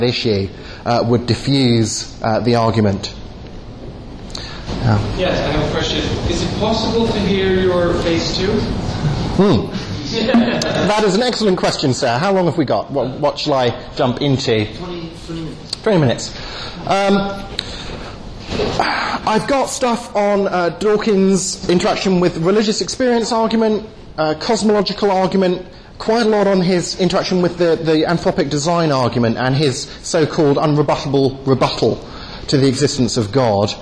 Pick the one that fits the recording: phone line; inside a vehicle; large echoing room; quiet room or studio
large echoing room